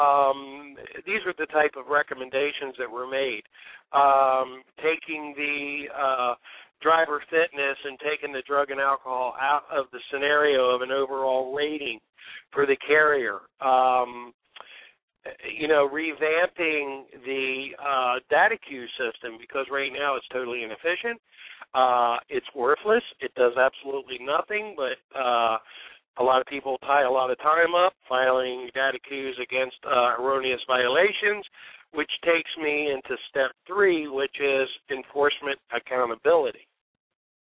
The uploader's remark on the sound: We open up the phone lines in our Trucking Open Forum show